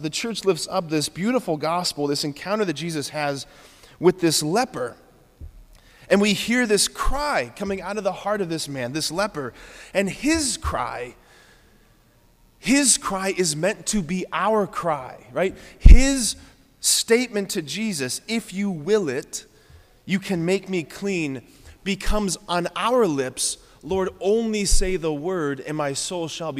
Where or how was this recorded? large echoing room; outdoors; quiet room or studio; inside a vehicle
large echoing room